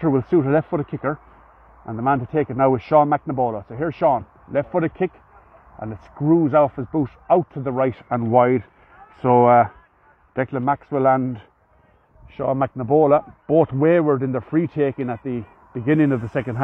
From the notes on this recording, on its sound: Live Commentary.